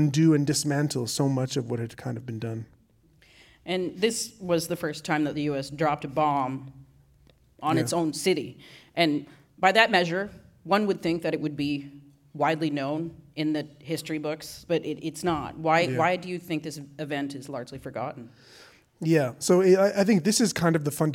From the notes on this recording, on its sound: On stage at Hot Docs. In this live discussion from the Hot Docs festival.